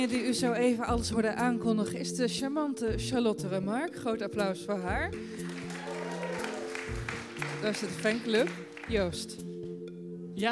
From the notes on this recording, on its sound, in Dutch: De Groene Amsterdammer viert haar 145-jarige bestaan, en op het lustrum in ITA namen wij live een aflevering van Boeken FM op.